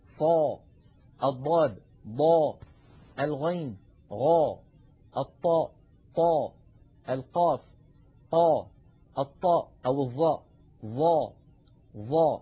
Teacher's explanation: هذه السبعة يتصعد الصوت عند النطق بها. لكن يا إخوة، إن نظرنا إلى أحرف الاستعلاء هذه وتأملناها وجدنا بأن أربعا منها وهي الصاد والضاد والطاء والظاء ينحصر الصوت عند النطق بها بين اللسان والحنك، ينحصر الصوت عند النطق بها بين اللسان والحنك.